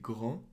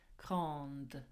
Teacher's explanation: the E means the last consonant, the D is sounded, grande · Shown in: second take